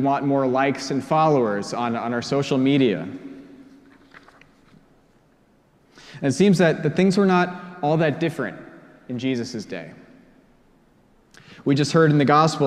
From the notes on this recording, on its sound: preached at our celebration of the Holy Eucharist on the Twelfth Sunday after Pentecost